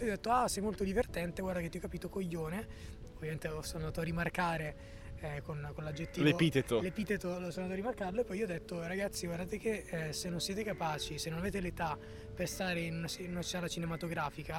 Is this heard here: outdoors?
yes